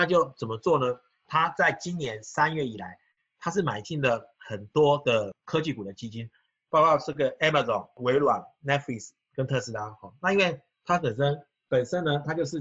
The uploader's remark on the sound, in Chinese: 本集錄音沒存好，先用線上會議本身錄音檔來剪